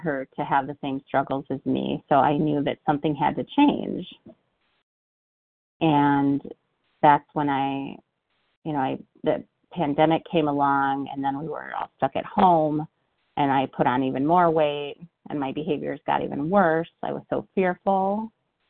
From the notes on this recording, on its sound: from the 100 Pounders Phone Meeting